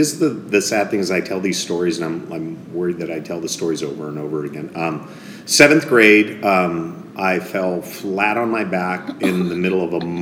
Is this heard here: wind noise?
no